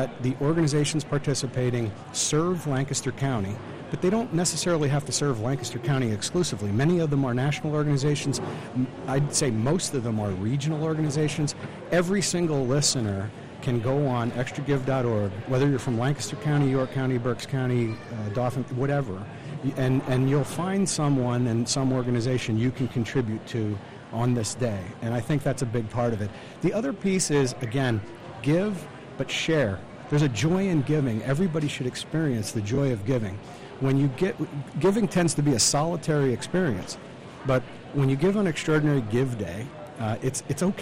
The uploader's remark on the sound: Extraordinary Give live broadcast. Smart Talk is live Friday morning at Lancaster's historic Central Market for the fifth annual Extraordinary Give fundraising campaign.